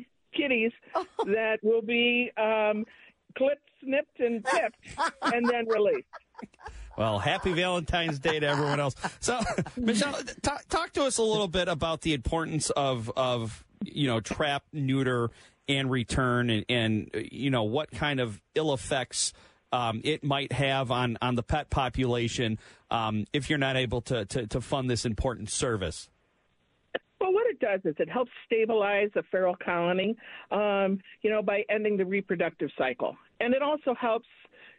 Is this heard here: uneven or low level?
no